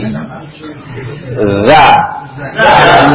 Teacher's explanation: Di ujung lidah dengan ujung gigi, gigi seri atas · Term: huruf za